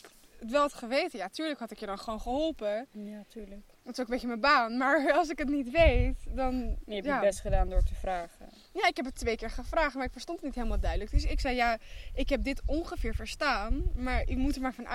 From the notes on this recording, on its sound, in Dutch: Er is veel wind waardoor het geluid af en toe erg slecht wordt